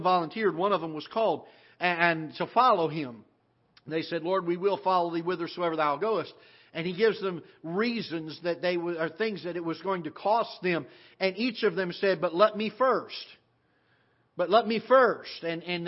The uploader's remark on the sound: This is a live broadcast from the auditorium of Ketha Heights Baptist Church in Festus, Missouri